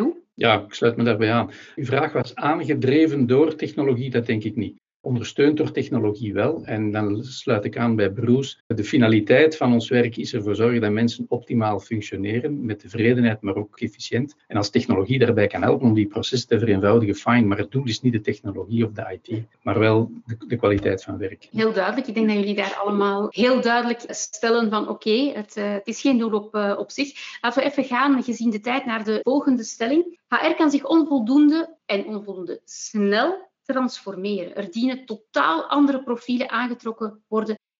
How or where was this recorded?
video call